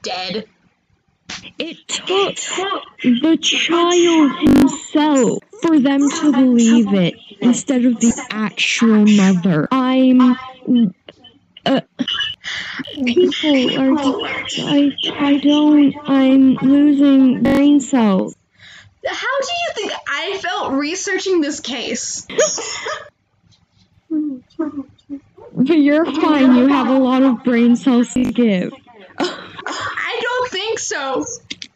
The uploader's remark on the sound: I highly apologize about the audio and the echo we're still trying our best to figure everything out.